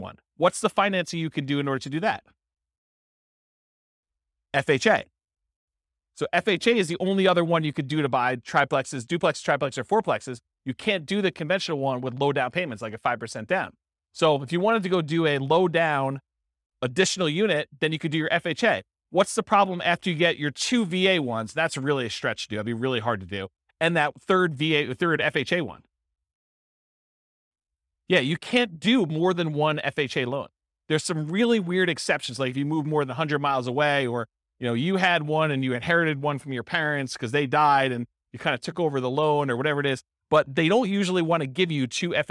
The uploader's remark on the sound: This was a live class recorded